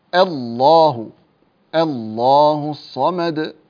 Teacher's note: في لفظ الجلالة إذا ابتدأت به رققه